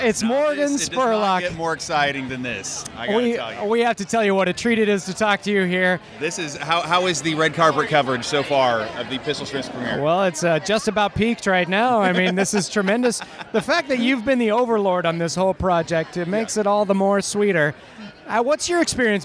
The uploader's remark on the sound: LIVE FROM THE TRIBECA FILM FESTIVAL RED CARPET